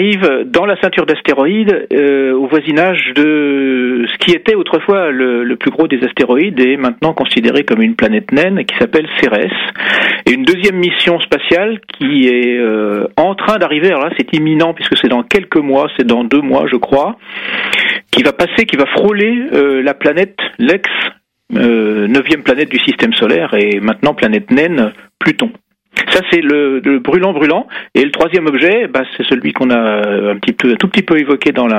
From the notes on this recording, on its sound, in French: Médiateur scientifique et conférencier au planétarium du Musée de l'Air et de l'Espace (par téléphone).